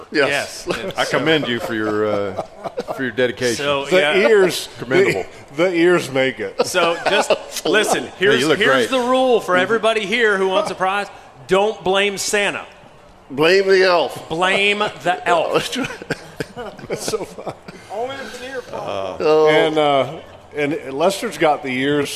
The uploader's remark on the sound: LIVE At The 2023 OS Christmas Show!